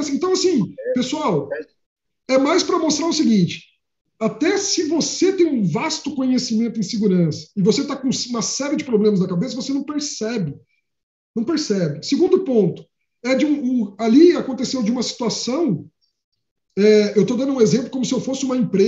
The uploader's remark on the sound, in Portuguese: Confira através de áudio o Webinar aconteceu no dia 28 de outrubro de 2021